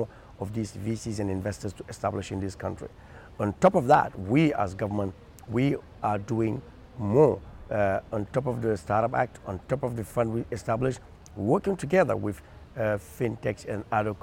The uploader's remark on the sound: recorded at the AfricArena West African Summit in June 2021, held at The Raddison Sea Plaza hotel in Dakar.